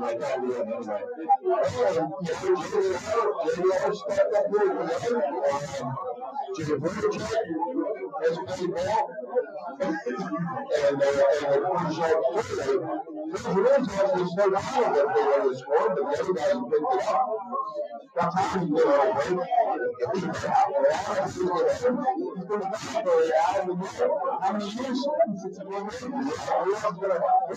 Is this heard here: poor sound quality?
yes